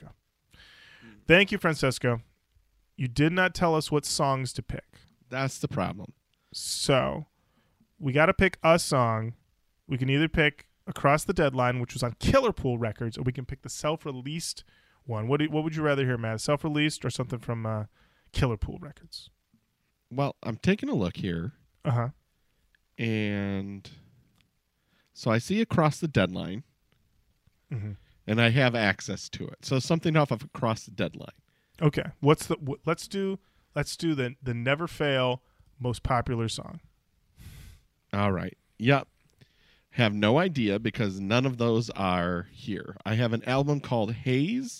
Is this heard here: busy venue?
no